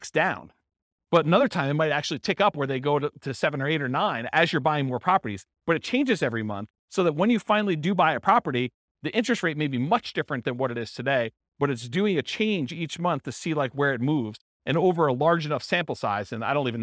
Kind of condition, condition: setting, live audience